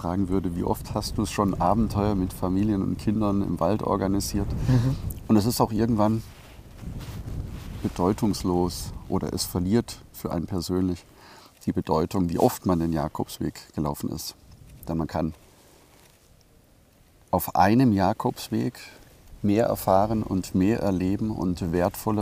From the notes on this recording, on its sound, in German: Live unplugged vom Camino Primitivo. Heute live vom Camino Primitivo.